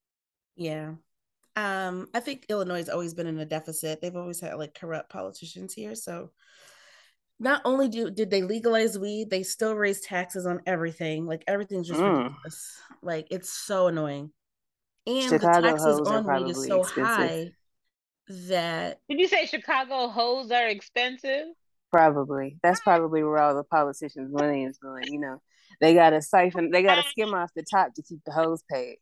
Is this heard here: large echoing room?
no